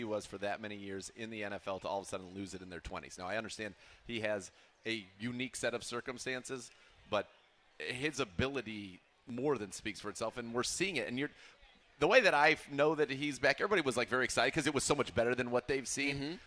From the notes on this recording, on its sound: live from the ESPN Cleveland Block Party (beginning at 47:34)